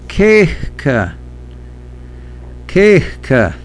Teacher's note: Hear that little H after it?